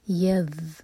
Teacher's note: ذال پر رخوا ہوتا ہے، تھوڑا سا ٹائم دیں گے ایکسٹرا، یذ، اور زبان آپ کی اوپر والے دانت کو ٹچ کرنی چاہیے، اور تھوڑی سی ٹپ باہر.